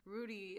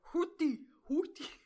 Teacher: Like I'm not even doing it right, but it's like barely there. Like the R is barely existent · Shown in: second take